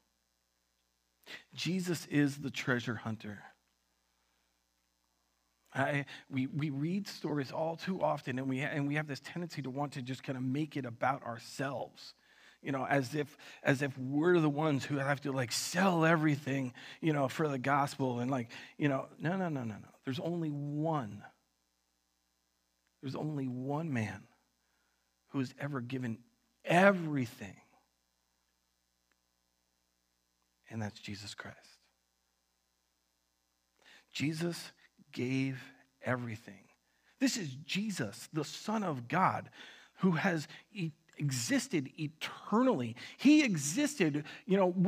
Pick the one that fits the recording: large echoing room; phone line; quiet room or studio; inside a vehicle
large echoing room